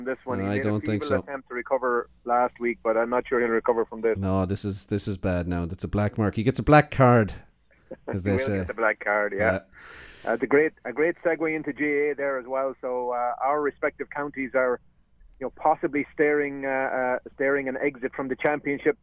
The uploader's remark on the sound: calls in from cottage country